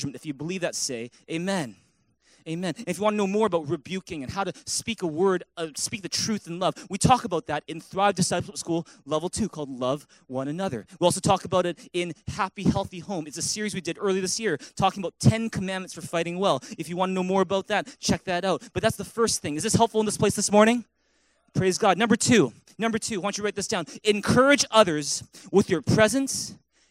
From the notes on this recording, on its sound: Recorded on November 26, 2017 at THRIVE ChurchVancouver, Canada